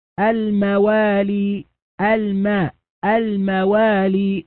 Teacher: وأما الدرجة التي هي درجة الساكن المظهر أو المتحرك المخفف فهذه كثيرة، فمثلا هنا في قوله الموالي الماء الموالي، هنا الميم متحركة ففيها أصل الغنة وإن لم تكن ظاهرة ظهورا جليا